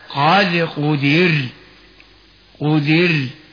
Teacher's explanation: فإذا وقعت الراء عند الوقف بعد كسر لا ننصر التفخيم بل ننصر الترقيق